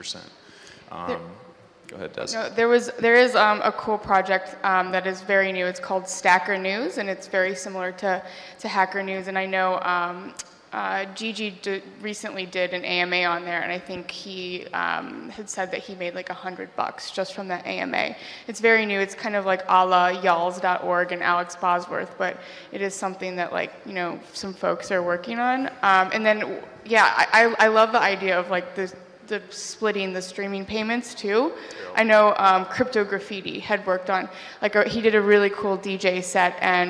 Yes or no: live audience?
yes